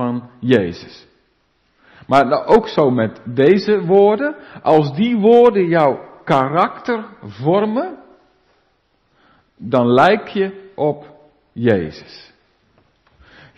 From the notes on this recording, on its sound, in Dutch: De preek is op 26 juni opgenomen in De Maranathekerk in Groningen